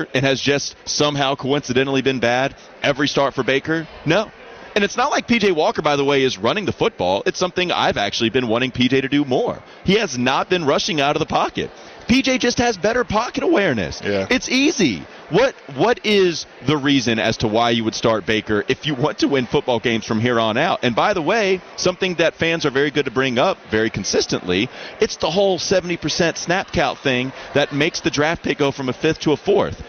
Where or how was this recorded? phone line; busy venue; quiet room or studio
busy venue